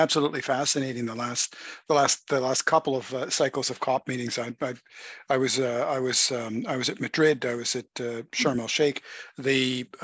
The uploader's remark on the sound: on Zoom